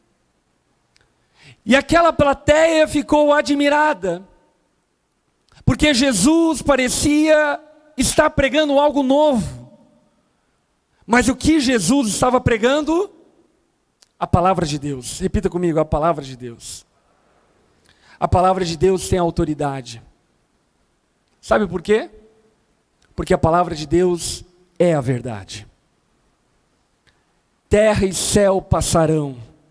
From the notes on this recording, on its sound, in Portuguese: Gravado na Conferência Rampa 2021 Veritas.